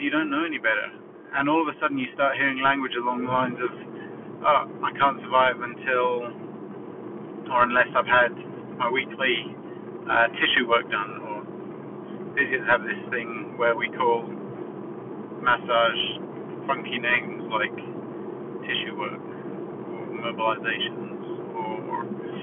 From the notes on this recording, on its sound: Apologies for the audio again.